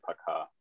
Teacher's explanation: But when O isn't stressed, it's pronounced as an A also, so it's basically Paka.